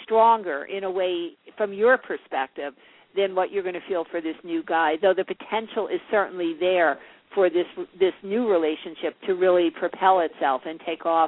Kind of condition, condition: link, phone line